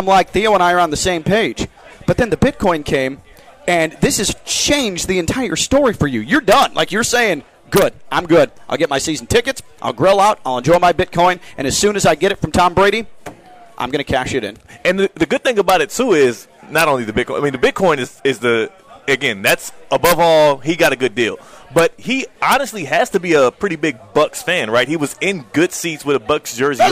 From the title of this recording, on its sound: Full Show LIVE from the Roofclaim.com Boca Raton Bowl Golf Outing